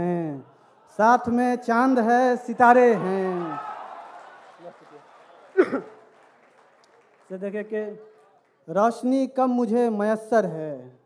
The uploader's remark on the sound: This show brings forth the best bits of Grand Mushairas from Jashn e Rekhta festival.